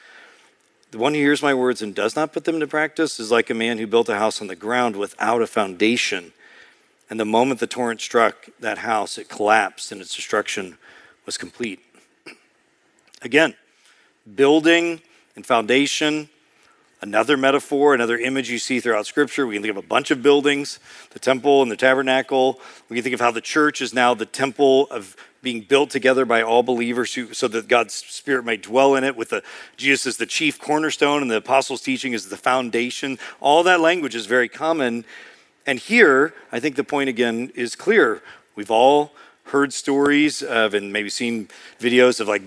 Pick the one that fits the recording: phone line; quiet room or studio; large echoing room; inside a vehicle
large echoing room